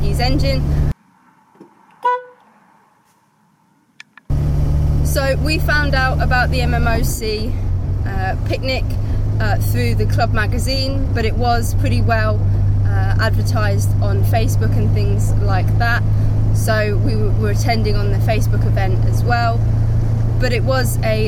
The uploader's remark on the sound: all recorded from my 1968 Morris Minor, Peggy